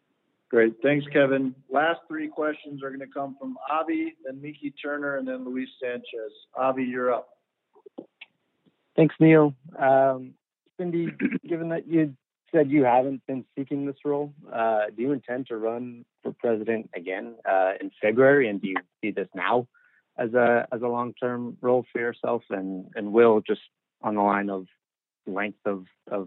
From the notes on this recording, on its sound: US Soccer Conference Call